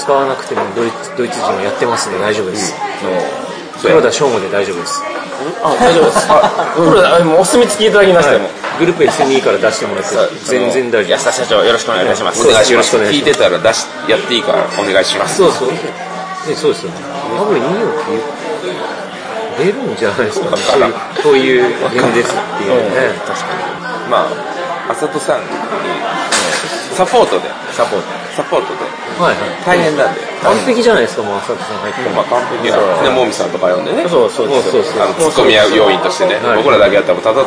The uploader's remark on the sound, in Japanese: ゲームマーケットで収録。ゲームマーケット2017秋の１日目終了後の打ち上げ会にて。